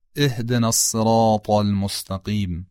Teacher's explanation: تی دو نقطه خب تی معمولی است که در فارسی به کار میبریم، حالا همین تی دو نقطه رو بیایم غلیظش بکنیم میشه طاء. یعنی تلفظ از همون جای صورت میگیره که تی دو نقطه صورت میگیره، با این تفاوت که طاء درشته اما تی دو نقطه این درشتی رو نداره